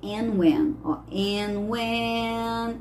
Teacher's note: aqui no end, a gente vai omitir esse som do D